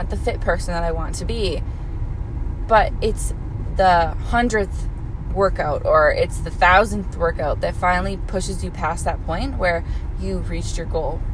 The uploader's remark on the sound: This a quick episode I did up while I was stuck in traffic on a snowy day here in Edmonton, Alberta, Canada.